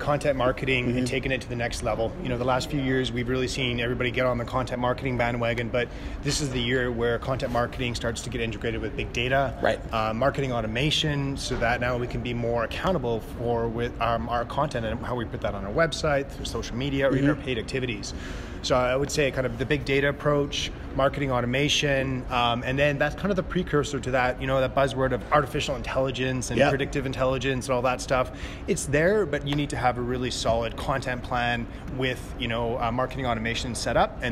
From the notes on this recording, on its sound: we're coming to you live from the Simplevew company retreat!